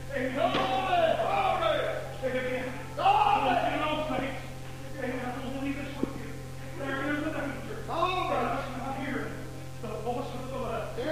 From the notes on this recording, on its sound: Preaching at Muldrow Holiness campmeeting Muldrow Ok. Broadcast on Echoes of Holiness Radio.